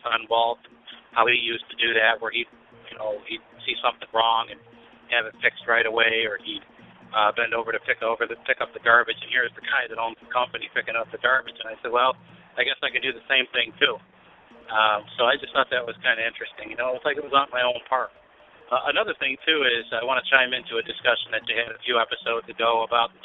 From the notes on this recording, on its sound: We recorded our recap of the week live from Disney’s Animal Kingdom Lodge. I’ll play our live reviews from the promenade as we review samples from each Wonderland kiosk at Epcot’s International Food & Wine Festival.